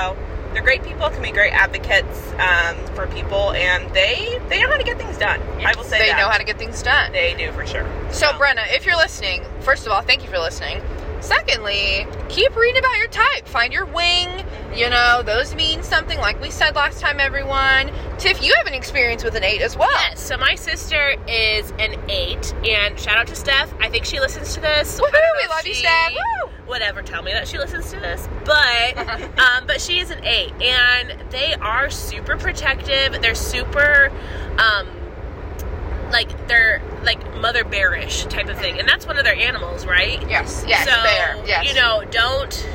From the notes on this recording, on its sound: Come hear our energetic thoughts on road-trips, movies, and more as we make our way from Indianapolis to Texas. Sound quality is not great and we were 7 hours into a 12 hour road trip!